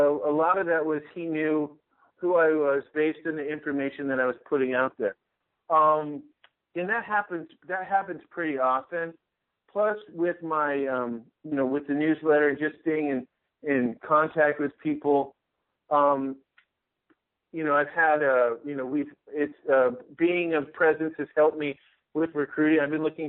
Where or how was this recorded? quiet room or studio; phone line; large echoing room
phone line